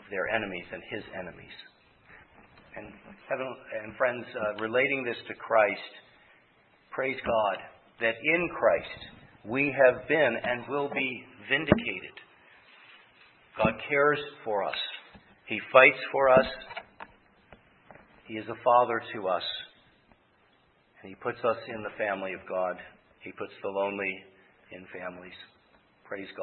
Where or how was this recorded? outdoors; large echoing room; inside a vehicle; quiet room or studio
large echoing room